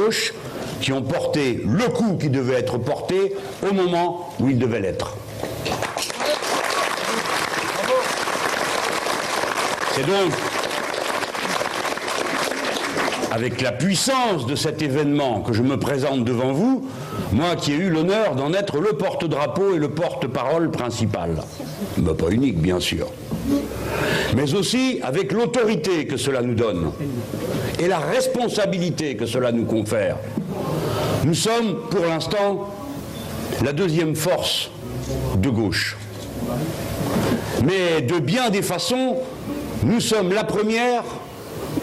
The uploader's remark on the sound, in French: Conférence de presse à Hénin-Beaumont dans le Pas-de-Calais